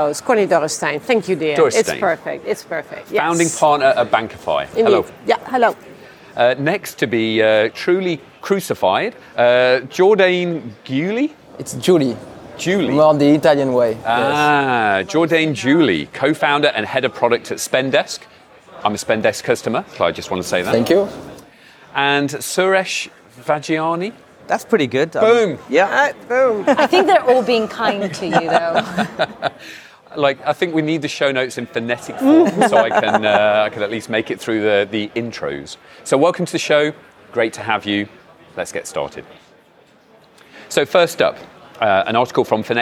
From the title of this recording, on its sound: Live from Money20/20